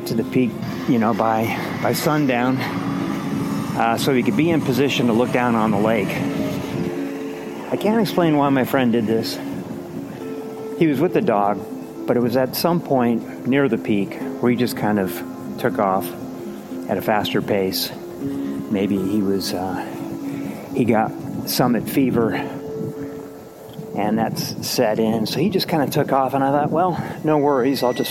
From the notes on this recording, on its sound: I was walking around a local park early one morning and started recording some notes into my phone as a way of documenting some ideas. Well, the first two recordings were just on my phone. Then, I switched to a professional mic... The recordings do get better over time.